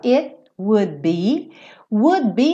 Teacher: no would, eu já tô fechando pro be, então esse D nem aparece